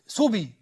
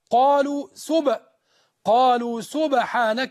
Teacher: القلقلة تمال إلى الفتح · Shown in: second take